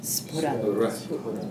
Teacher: There's a little bit of a h after the p.